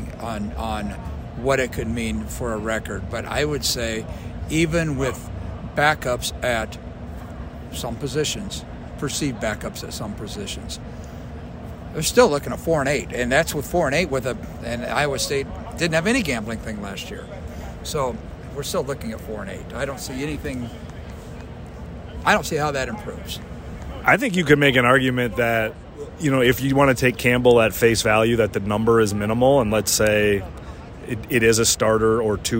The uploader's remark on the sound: from Day 2 of Big 12 football media days at AT&T Stadium in Arlington, Texas